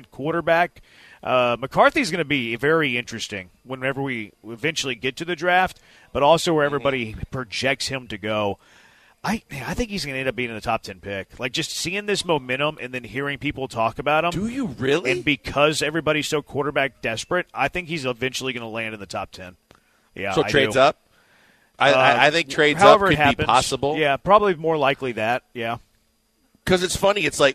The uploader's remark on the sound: LIVE from X-Golf in Katy!